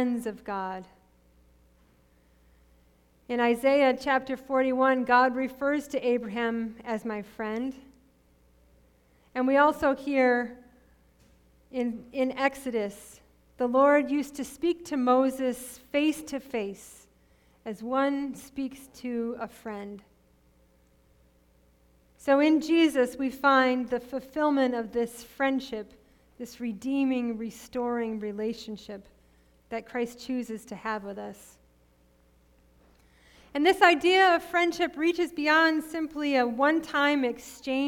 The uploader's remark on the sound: Sermon preached at RCHP.